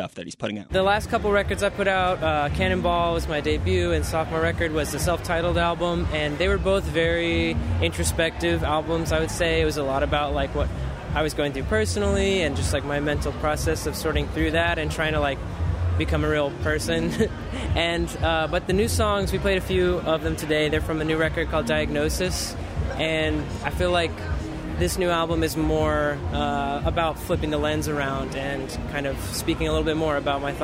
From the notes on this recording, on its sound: shares interviews with attendees and artists at Chicago’s iconic Pitchfork Music Festival